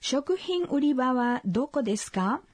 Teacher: Esta frase es una pregunta con... Ka. Al final, de modo que debe pronunciarse en tono ascendente.